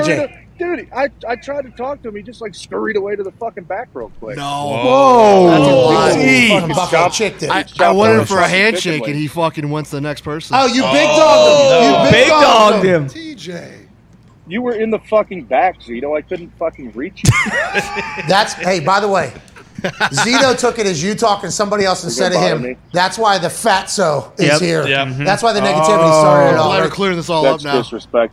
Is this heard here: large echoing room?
no